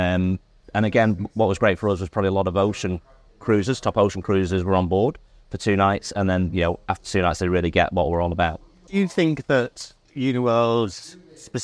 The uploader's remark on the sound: Recorded during the Advantage Travel Partnerships special cruise conference in Paris onboard their stunning ship Joie de Vivre